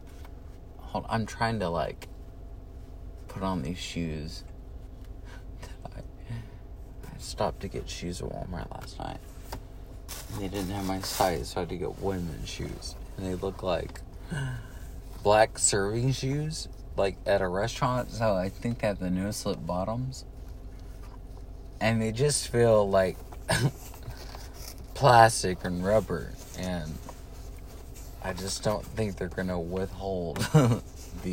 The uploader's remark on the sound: Driving to work and not in a hurry.